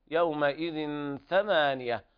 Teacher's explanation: هذا إخفاء حقيقي لوقوع الثاء بعد التنوين